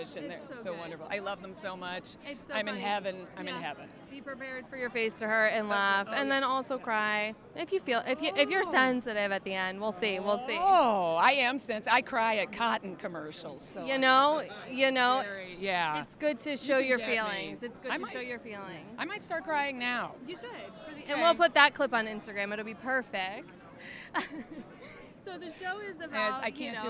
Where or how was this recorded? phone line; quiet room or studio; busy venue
busy venue